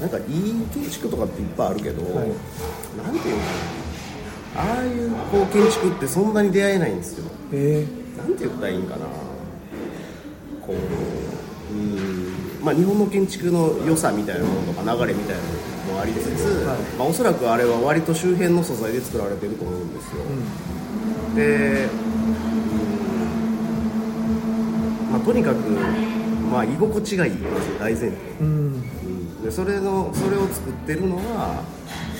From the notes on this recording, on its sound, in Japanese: 高崎駅前で二人で収録。